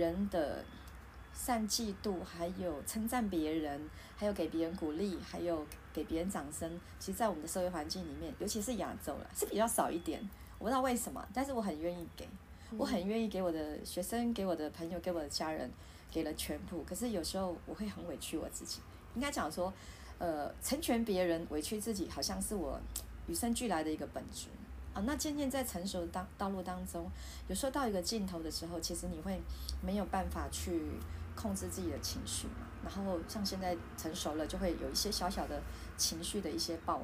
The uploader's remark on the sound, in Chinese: 錄音設備：iPad Pro 2020